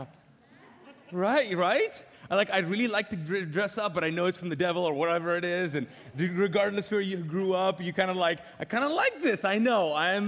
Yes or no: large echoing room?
yes